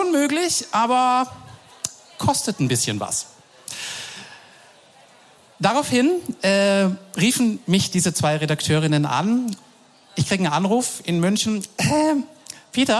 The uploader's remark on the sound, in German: Live vom Hear&Now Podcastfestival. Denn wir waren zu Gast auf dem Hear&Now Podcast Festival!